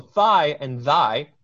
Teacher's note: thigh and thy have distinct meanings, but only one thing is different, and that is the voicing of the TH